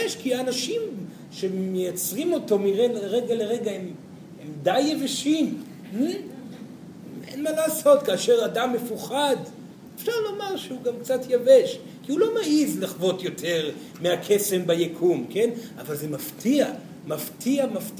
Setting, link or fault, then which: setting, live audience